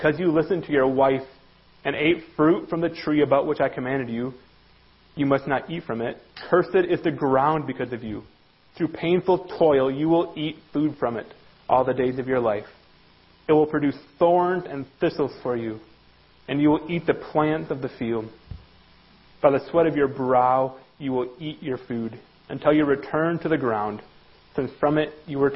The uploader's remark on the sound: Worship Service - Audio